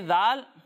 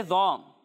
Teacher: ذال کو ہم باریک پڑھیں گے اور ذو کو موٹا کر کے پڑھیں گے، کیونکہ ذو حروف مستعلیہ میں سے ہے.